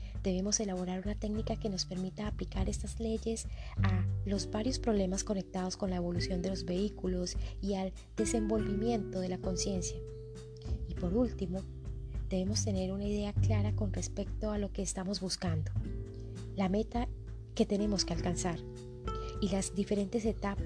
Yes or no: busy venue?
no